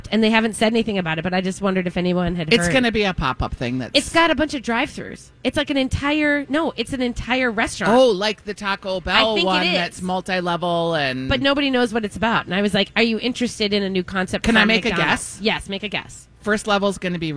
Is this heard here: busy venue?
yes